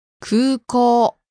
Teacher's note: There are two long vowels in that word, so be careful. Long oo and long o sound. In hiragana, it's spelled ku-u-ko-u, but it's pronounced 空港 There are two major airports in the Tokyo area.